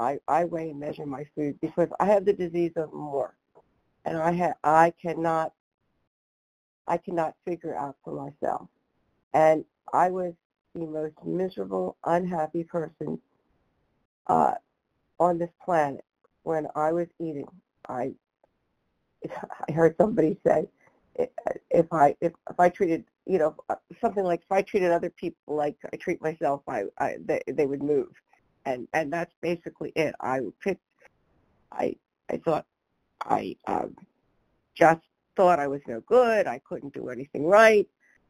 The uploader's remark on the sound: 100 Pounders Phone Meeting.